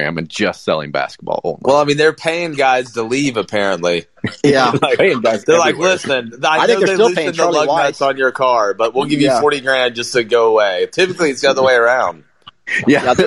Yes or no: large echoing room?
no